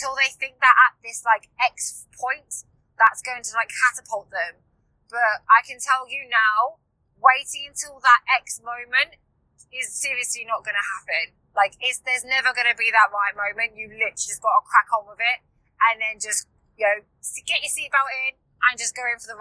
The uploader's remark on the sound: Whilst I am in the car on the way back from the launch photoshoot.